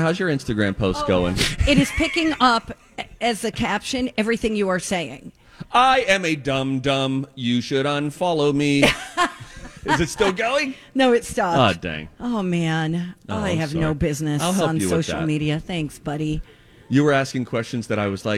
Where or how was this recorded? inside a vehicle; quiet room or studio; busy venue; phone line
busy venue